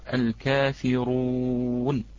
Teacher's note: هذه الراء مفخمة عند جميع القراء ما عدا ورش. هذه الراء مفخمة عند جميع القراء ما عدا ورش، فحفص رحمه الله من جميع القراء فهو يفخمها، فالراء المضمومة والمفتوحة لا ترقق إلا عند ورش بشروطها، فهي إذن مرققة عند ورش، وحفص مفخمة عنده كباقي القراء.